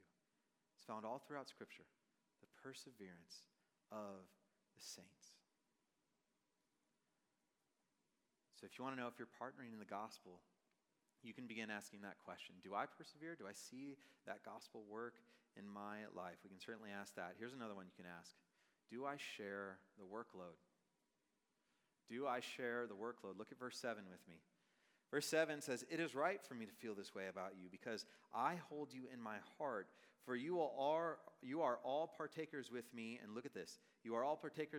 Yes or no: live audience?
yes